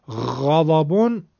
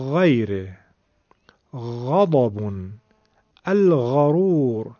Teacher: افراط اگر بکنیم میره به طرف خ · Shown in: first take · نگید غیره، زیاده، این خیلی فشاره، شبیه خ دیگه داره میشه.